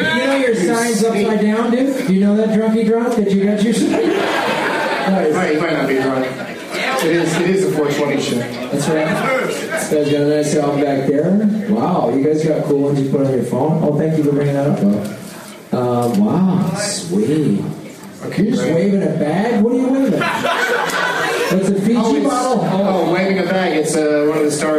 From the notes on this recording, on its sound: the audio from the game portion of his stand-up show at The American Comedy Co in San Diego, CA